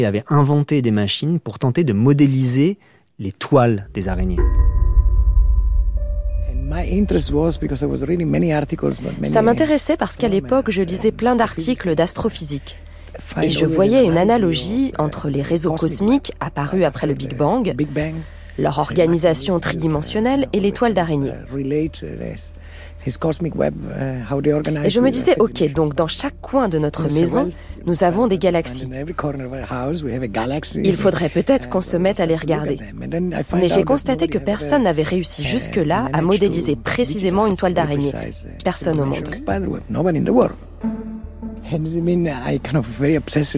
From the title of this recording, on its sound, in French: sous un arbre